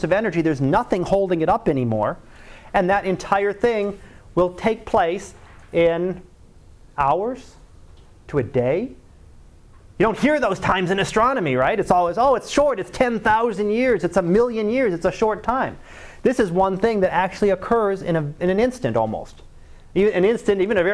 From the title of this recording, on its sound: Live Class Lecture